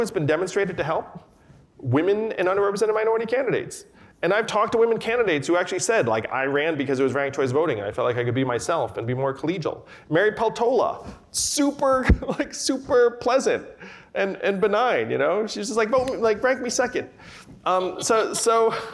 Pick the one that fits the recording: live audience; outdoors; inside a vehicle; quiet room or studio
live audience